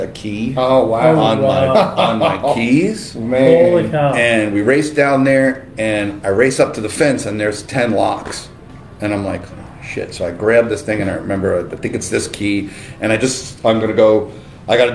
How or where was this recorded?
busy venue